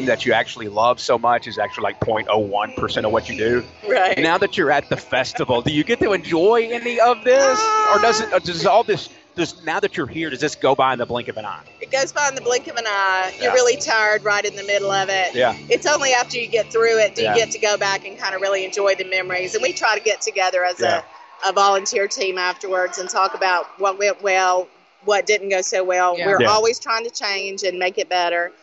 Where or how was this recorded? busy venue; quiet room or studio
busy venue